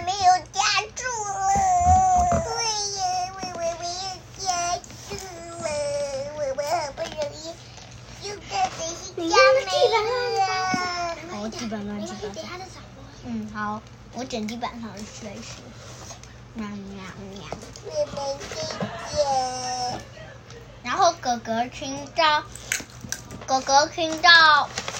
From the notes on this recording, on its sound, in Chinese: 原汁原味一刀未剪。本集是由一群孩子們關在房間邊嗑瓜子邊錄音。